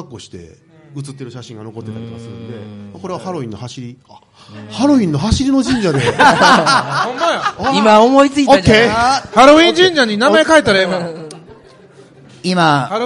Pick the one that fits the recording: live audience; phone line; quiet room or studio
live audience